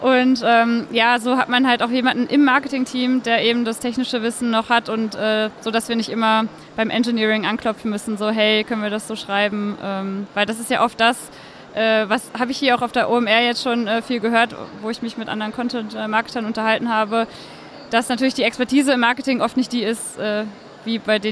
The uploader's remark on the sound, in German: live und direkt auf der OMR 2022